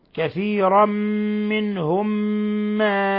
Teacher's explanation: ميم ساكنة جاء بعدها ميم متحركة إضغام مثلين صغير ولابد من الغنة من الخشوم